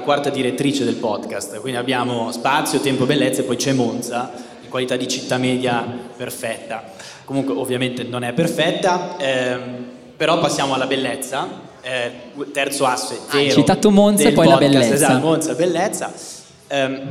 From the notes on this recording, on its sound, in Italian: abbiamo registrato live il 25 Ottobre a BASE